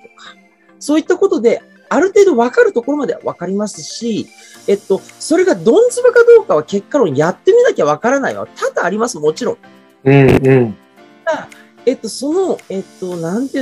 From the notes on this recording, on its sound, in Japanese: こちらの配信は2022年4月にLinkd In上で行われたライブイベント企画での収録となります。